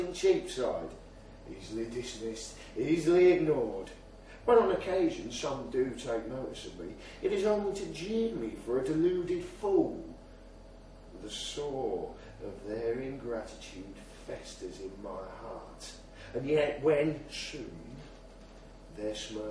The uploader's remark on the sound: At the Liars' League Leeds Fire & Brimstone event on Monday 21st November, 2011 at Milo Bar, Leeds.